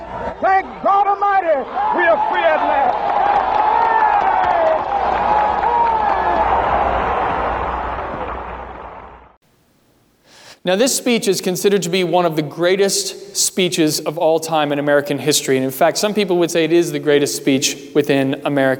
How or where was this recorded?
large echoing room